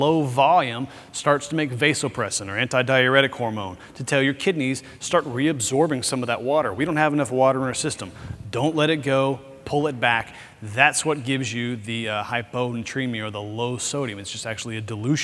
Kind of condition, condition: setting, busy venue